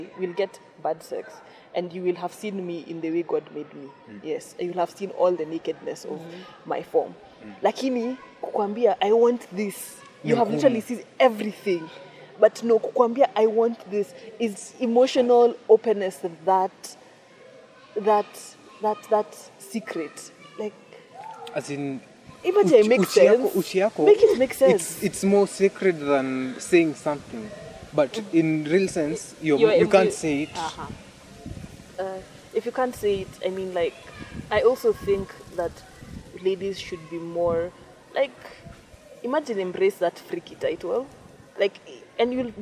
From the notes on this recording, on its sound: Sorry for the wind we tried to manage it this was the best we got out of it